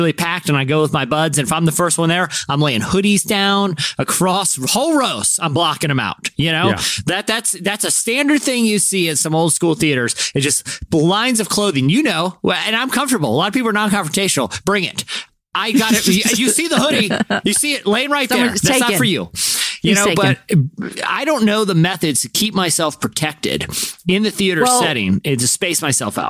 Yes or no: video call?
no